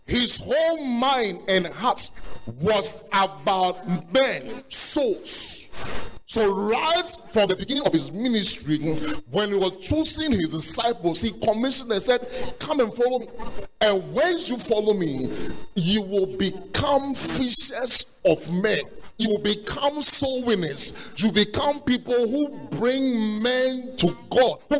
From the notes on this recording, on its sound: Preach at The Art of Evangelism Conference